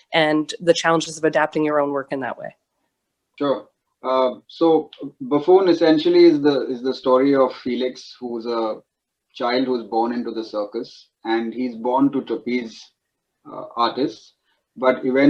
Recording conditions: video call